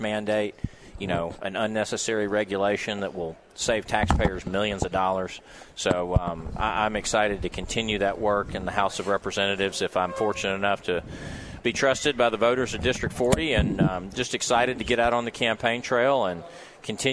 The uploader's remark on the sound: Live at the State Capitol for Filing Day